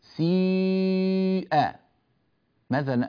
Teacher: يبدأون بالكسر ثم يتبعونه بجزء الضم، فجزء الضم هو الأطول، هكذا يقولون سيء. · Term: الشيوع